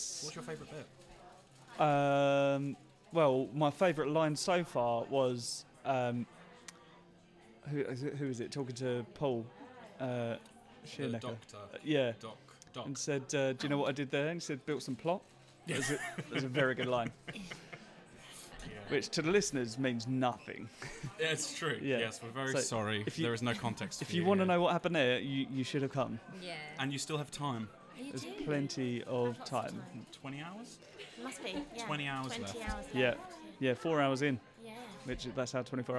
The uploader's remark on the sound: special episode recorded at The Southend 24 hour Improvathon